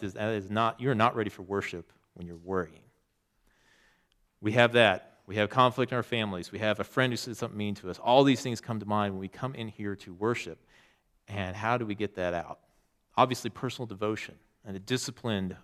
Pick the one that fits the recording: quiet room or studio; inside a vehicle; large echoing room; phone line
large echoing room